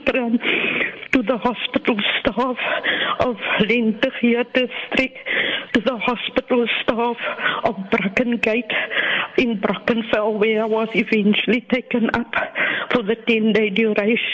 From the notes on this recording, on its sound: Those were the emotional words of a regular VOC listener who called into the show this morning.